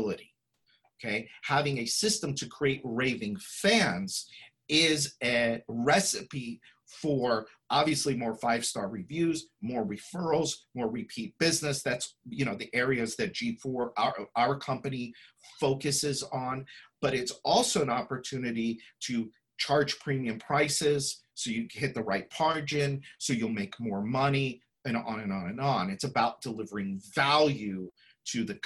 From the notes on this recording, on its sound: Listen to this replay of the LIVE webinar